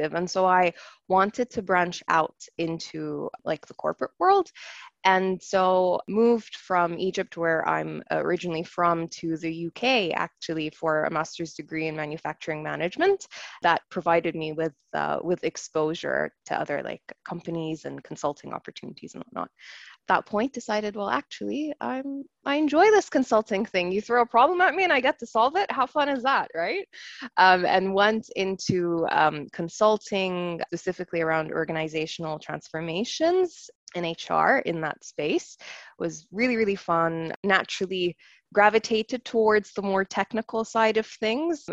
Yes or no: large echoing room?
no